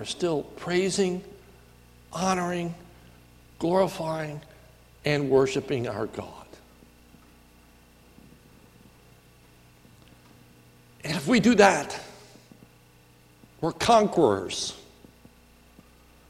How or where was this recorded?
large echoing room